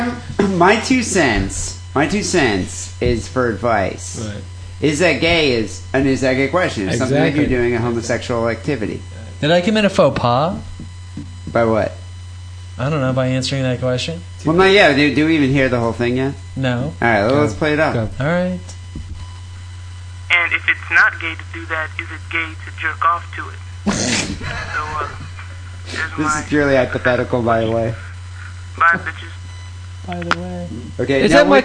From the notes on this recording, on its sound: Phone calls and emails.